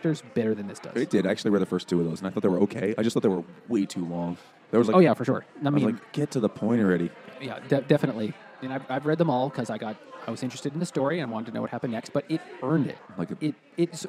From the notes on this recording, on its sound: The Rockaway Brewing Company ‘s tap room in Long Island City, Queens